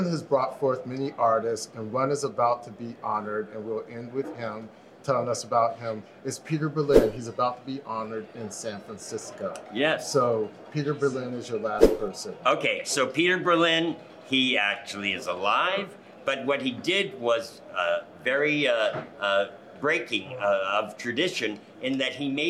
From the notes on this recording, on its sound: while we were in Palm Springs Live at the Tool Shed bar during Palm Springs Leather Pride weekend